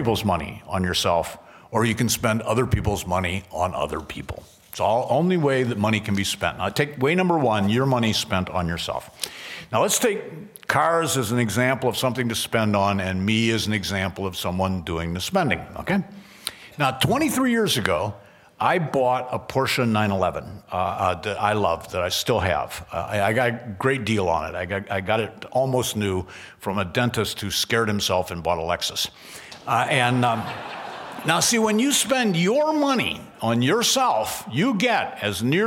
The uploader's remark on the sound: at the Acton Institute's 23rd Anniversary Dinner on October 24, 2013